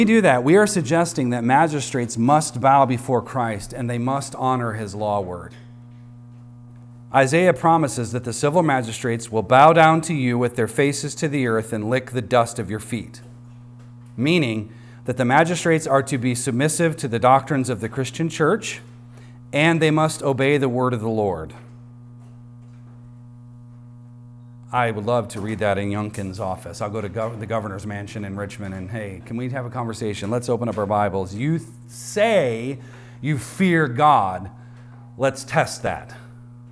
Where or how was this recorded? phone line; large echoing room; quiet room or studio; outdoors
large echoing room